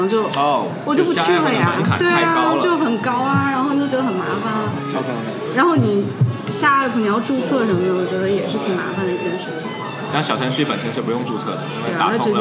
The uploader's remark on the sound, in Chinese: 在咖啡馆里录科技灌水播客。本期节目是我和两位朋友在咖啡馆喝咖啡的时候临时起意录的，100% 灌水无添加，非常符合本播客的宗旨。